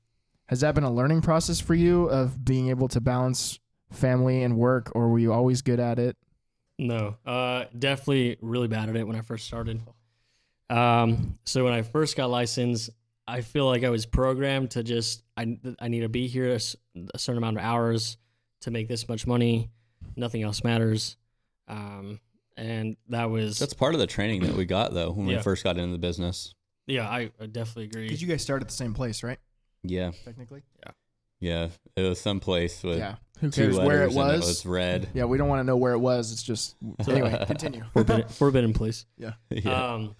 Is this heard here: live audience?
no